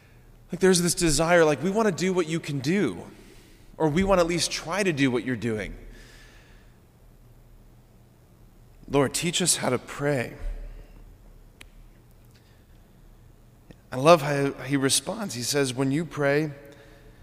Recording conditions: large echoing room